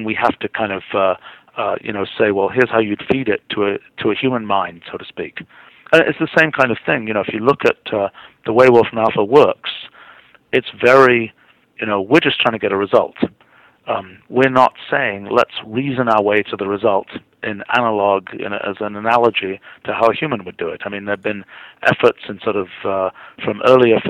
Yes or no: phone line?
yes